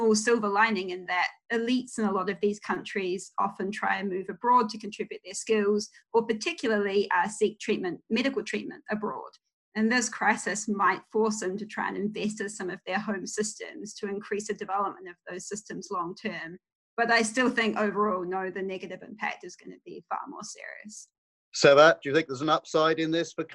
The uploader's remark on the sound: Were joined on Zoom by our Chief Economist.